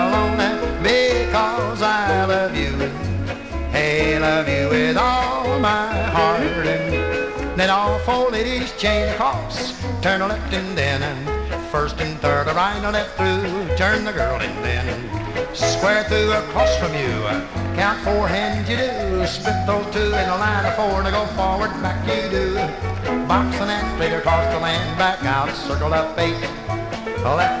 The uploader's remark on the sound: 1964 Blue Star Jubilee Square Dance held in the Sam Houston Auditorium